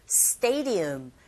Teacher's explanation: D 사운드 자체가 르에 가깝게 들리게 되죠